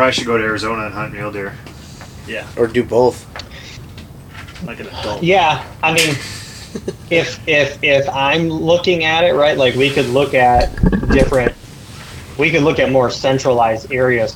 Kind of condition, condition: fault, background noise